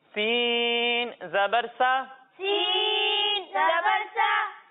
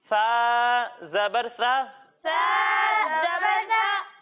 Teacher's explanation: جب ہم سین کی ادائیگی کریں گے تو اس میں سیٹی کی آواز آئے گی · Shown in: first take